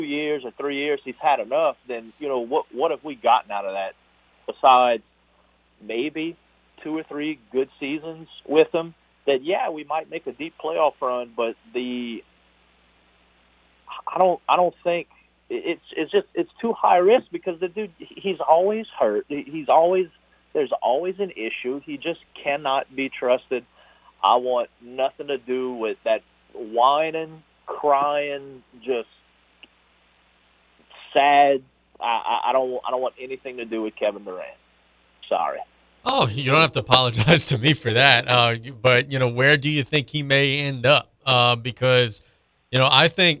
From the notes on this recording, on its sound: We open the show on the phones. Then go back to the phones.